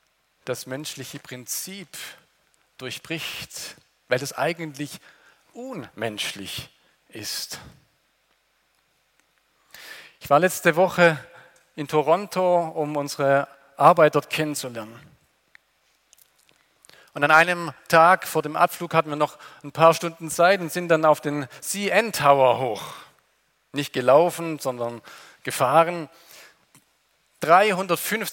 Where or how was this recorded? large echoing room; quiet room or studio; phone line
large echoing room